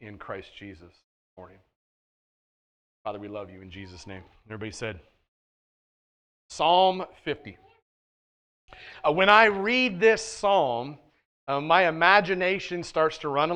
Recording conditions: large echoing room